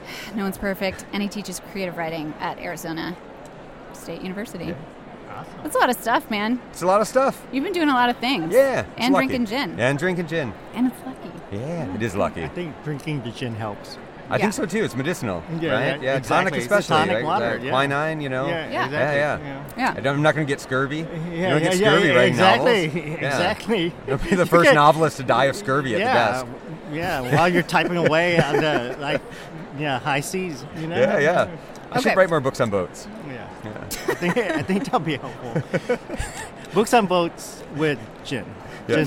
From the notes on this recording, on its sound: Live from the conference floor at AWP 2023.